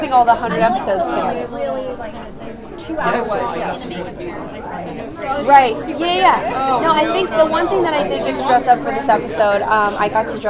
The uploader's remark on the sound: Live from the purple carpet at the Paley Center for Media in Beverly Hills, CA